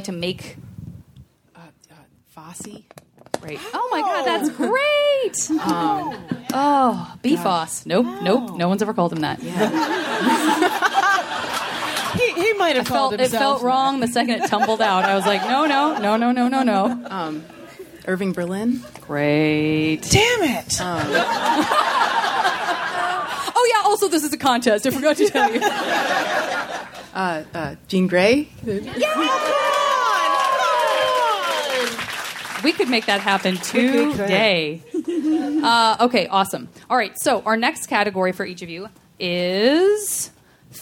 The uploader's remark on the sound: Live from JoCo 2017. Recorded from the high seas off the Baja strait, this live JV Club episode features fellow JoCo cruise guests.